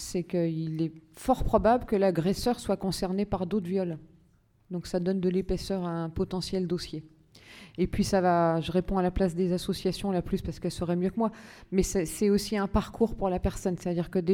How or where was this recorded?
live audience